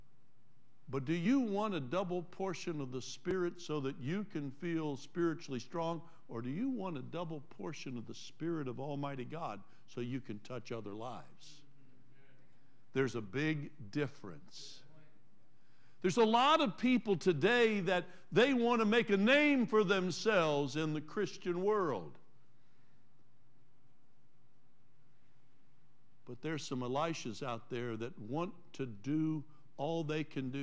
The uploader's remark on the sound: Trinity Church Live